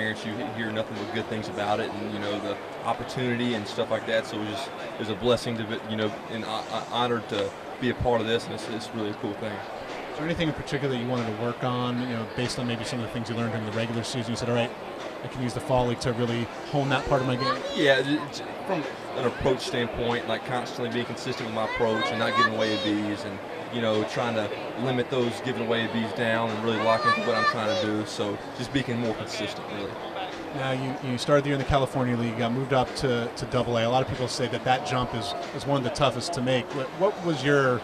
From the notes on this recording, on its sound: on location from the Arizona Fall League